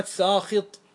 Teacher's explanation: هل تمال الالف لا تمال ليش لوجود الخاء بعدها الخاء التي بعدها كفتها عن الاماله طيب حاصل من الذي كف الصاد او كان مفصولا بحرف مثل نافخ نافخ من الذي كف من الذي كف الألف؟